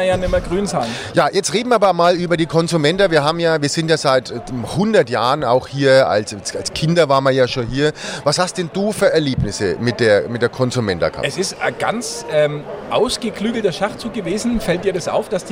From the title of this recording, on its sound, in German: Die Stadtgrenzler live auf der Consumenta